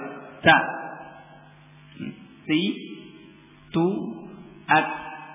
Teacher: Ujung lidahnya menekan kuat ke usul thanaya. Maka hamsnya akan keluar, ini syiddahnya. Dengan syiddah dari tekanan makhraj, ya, maka hams akan keluar, nafas akan keluar.